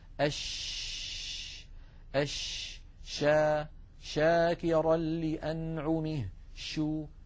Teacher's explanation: ننتقل إلى الحرف الثاني من حروف وسط اللسان وهو حرف الشين حرف الشين ها هو أمامنا على الشاشة نلاحظ بأن المخرج غير منقفل تماما نعم إن الشين تخرج من وسط اللسان مع وسط الحنك الأعلى كالجيم ولكن المخرج غير منقفل